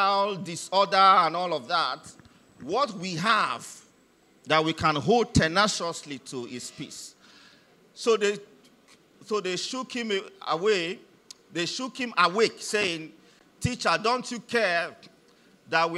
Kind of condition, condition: setting, large echoing room